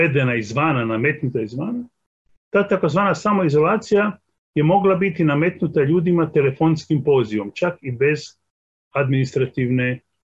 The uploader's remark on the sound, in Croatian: na Zoom platformi